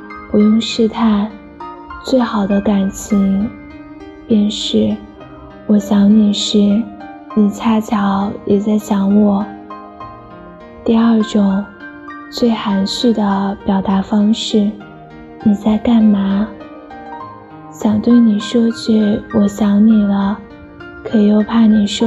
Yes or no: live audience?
no